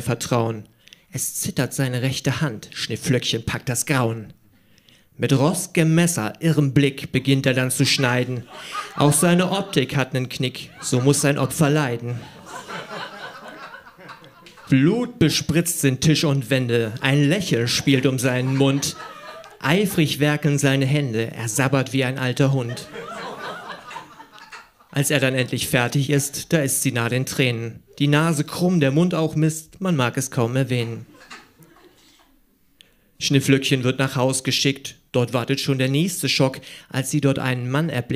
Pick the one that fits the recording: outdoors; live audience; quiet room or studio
live audience